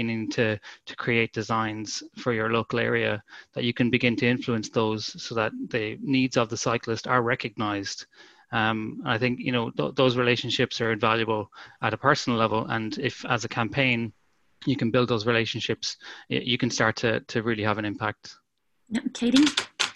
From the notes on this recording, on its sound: The recording of the national launch conference for Cyclist.ie's 'A Vision for Cycling in Rural Ireland' which took place on zoom.